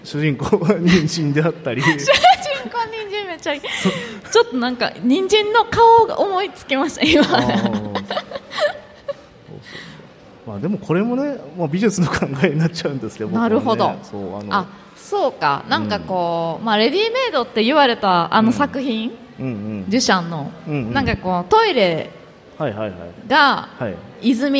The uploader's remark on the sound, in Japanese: 公開収録。鳥取県倉吉市発。